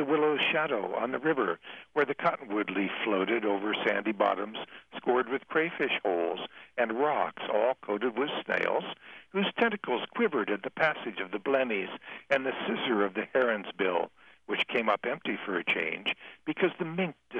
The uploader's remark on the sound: a rotary telephone interview